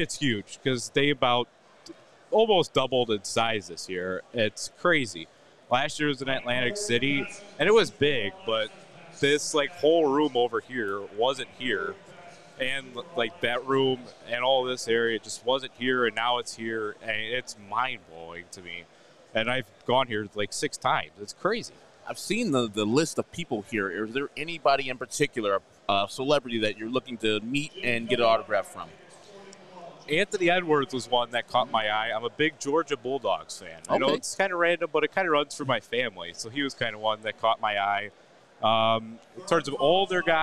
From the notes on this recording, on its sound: LIVE from the National Sports Collectors Convention